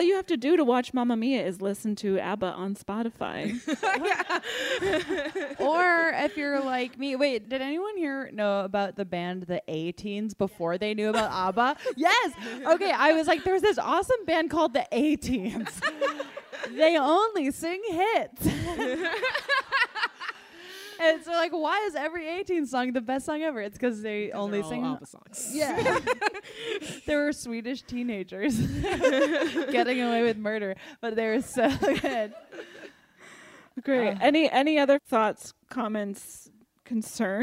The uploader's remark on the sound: live episode recorded at Drafthouse Comedy Theater in Washington DC!